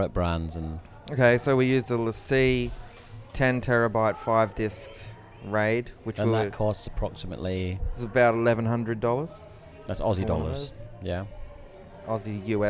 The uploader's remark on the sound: we sat by the pool in our hotel and recorded a couple of episodes